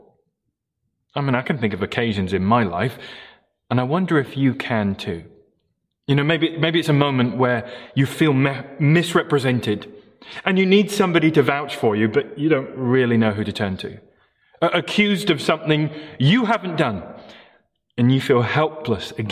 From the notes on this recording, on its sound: Morning Service Live Stream